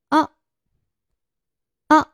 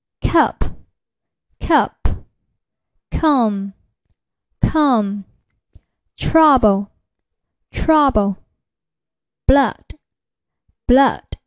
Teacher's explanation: 舌身后缩至口腔中部，舌后部稍抬起，双唇较扁，开口较大 · Term: 中元音